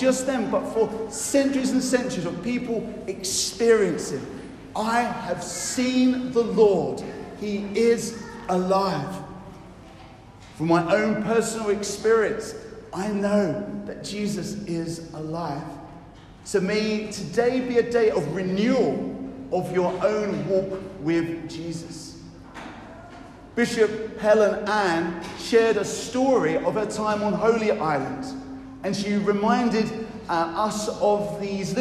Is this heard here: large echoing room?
yes